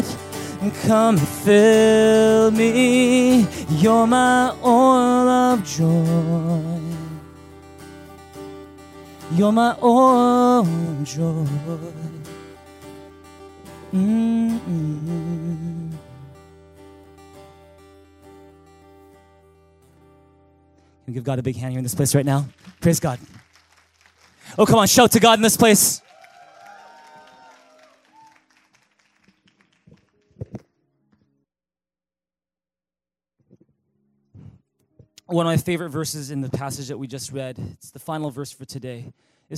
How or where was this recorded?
large echoing room